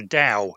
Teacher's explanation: Supposed to be an unaspirated T, so it sounds like a D.